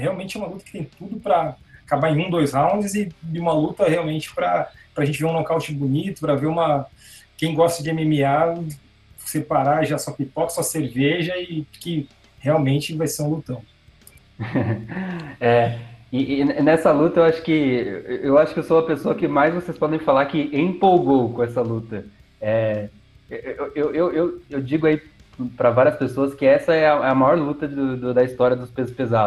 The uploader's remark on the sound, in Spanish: Mesa redonda virtual.